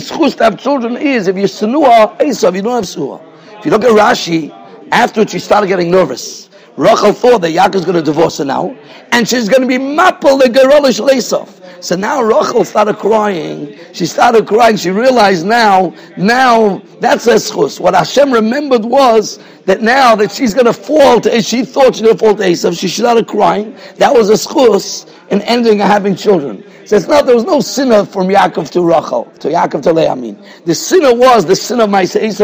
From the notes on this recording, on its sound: Shiur recorded in Yeshivas Ohr Reuven, Monsey, NY.